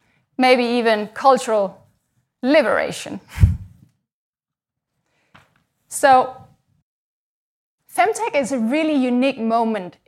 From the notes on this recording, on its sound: We recorded these first episodes at our live Giant Ideas summit, held at London’s Tate Modern. The Giant Ideas summit brings together 200 founders, CEOs, heads of state and other leaders.